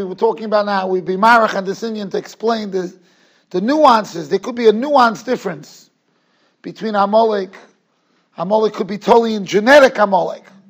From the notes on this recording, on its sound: Shiur recorded in Yeshivas Ohr Reuven, Monsey, NY.